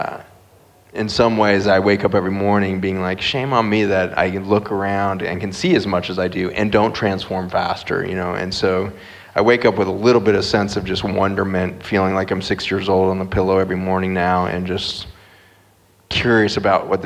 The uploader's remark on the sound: We’re back at the Reconnection Festival for the last of three inter-related panel conversations, each building on the other. Recorded in the northern rivers of NSW.